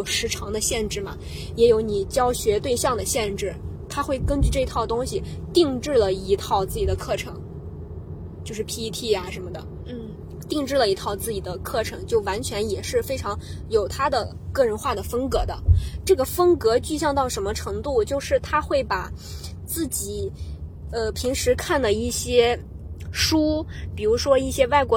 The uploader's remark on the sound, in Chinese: 在去白云机场路上录制，飞机上剪辑，落地即发布。